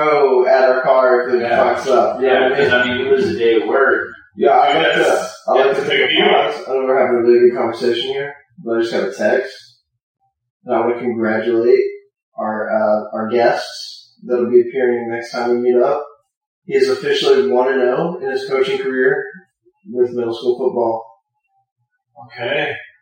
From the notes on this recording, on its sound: The audio quality remains bad